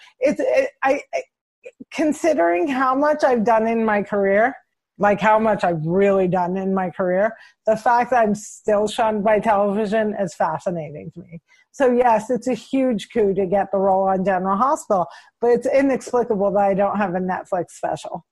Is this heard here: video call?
yes